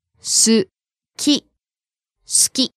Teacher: Starting low and rising on the second syllable